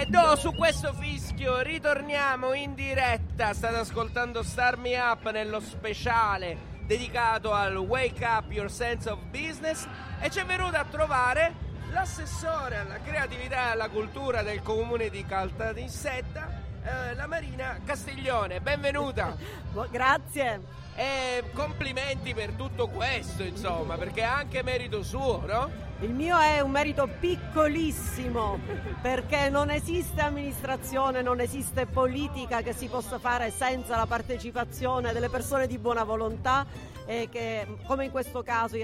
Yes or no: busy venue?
yes